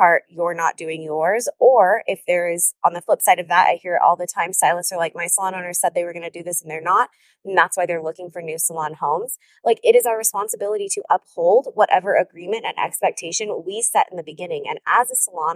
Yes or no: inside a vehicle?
yes